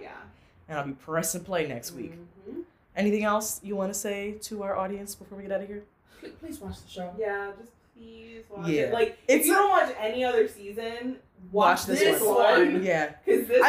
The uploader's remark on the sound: Pardon the audio set-up.